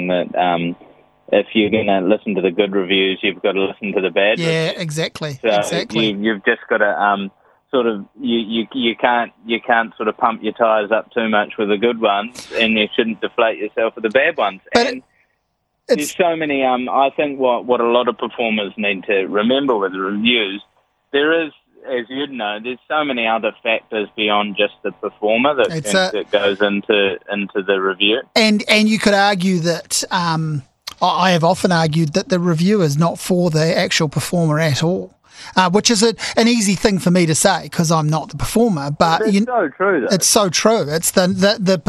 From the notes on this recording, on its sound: A phone conversationw with TV host and comedian